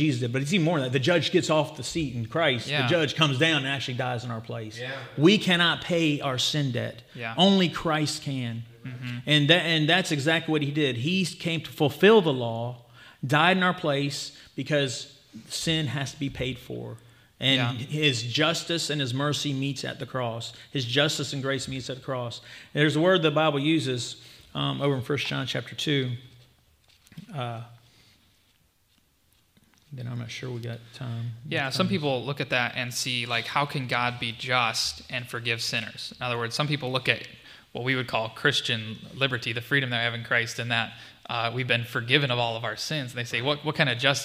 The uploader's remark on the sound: This was a live session of the 2023 Christ Is Conference in Dearborn, Michigan.